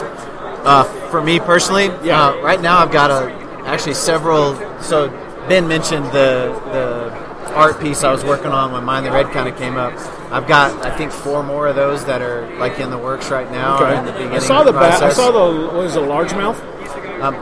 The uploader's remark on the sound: Live from the Denver Fly Fishing Show